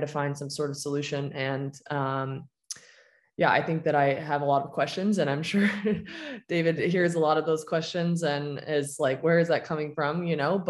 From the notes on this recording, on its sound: Recorded mid-July, I wanted to virtually sit down.